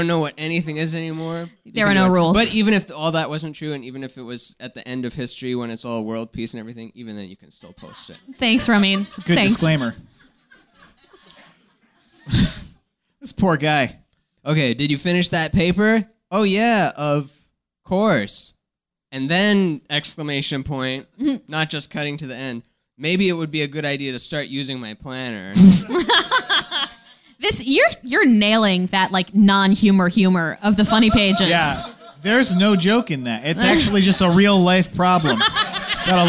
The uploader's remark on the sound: Recorded live at the Nerdmelt Showroom.